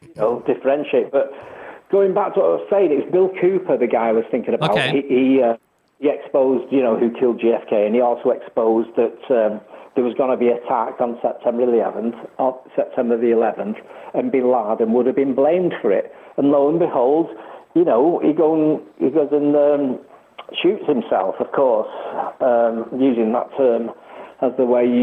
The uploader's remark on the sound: We have a call in guest for hour 2